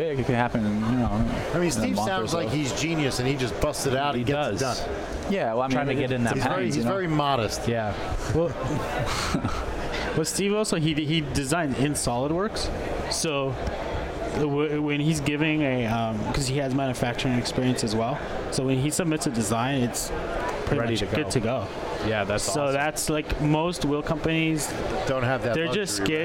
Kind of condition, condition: setting, busy venue